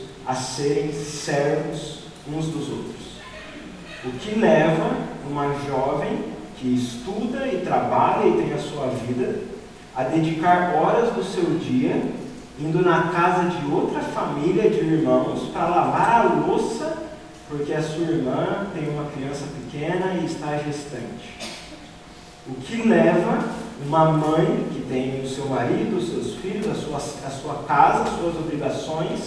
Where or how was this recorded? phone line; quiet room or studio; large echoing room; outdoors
large echoing room